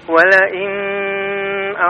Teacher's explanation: ketika sukun nunnya bertemu dengan hamzah itu dibaca dengan izhar namanya Pak ya